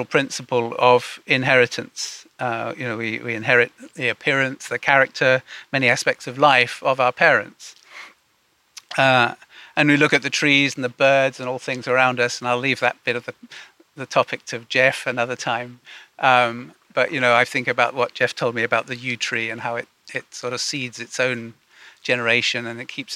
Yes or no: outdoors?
yes